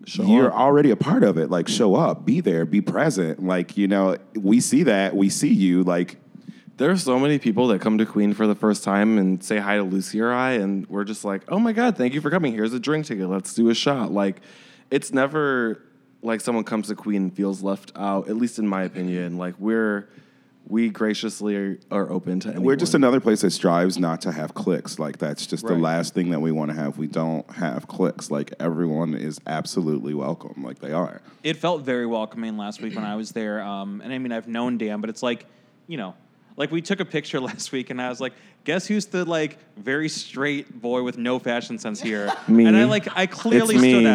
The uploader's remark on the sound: In an interview recorded at Gman Tavern in Wrigleyville